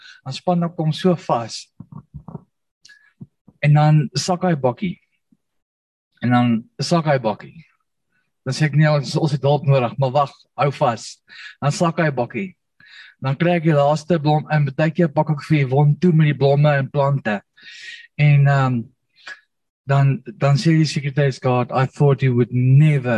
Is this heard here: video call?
yes